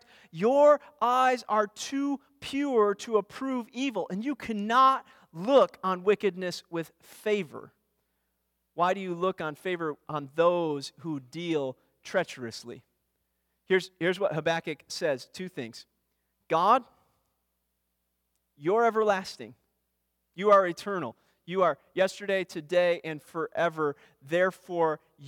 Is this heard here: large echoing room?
yes